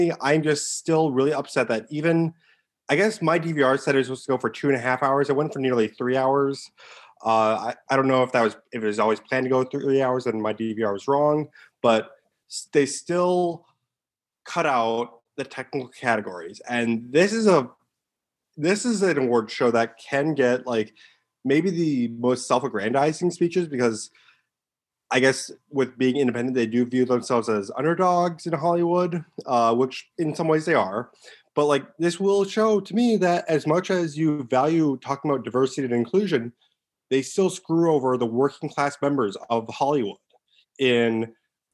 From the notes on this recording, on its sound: I decided to hop on a Zoom call with the NBP Film Community. Right after the show.